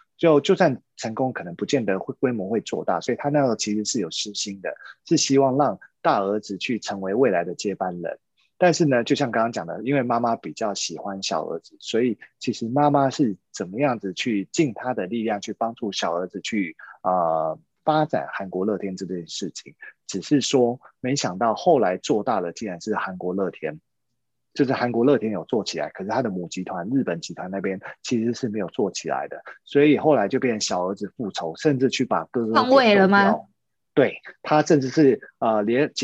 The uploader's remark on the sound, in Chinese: 因為這一集是採遠端錄音，所以收音品質與平常節目聲音明顯有差異喔～